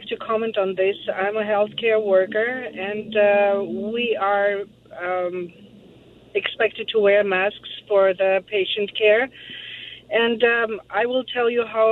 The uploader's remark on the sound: Listeners call in to respond.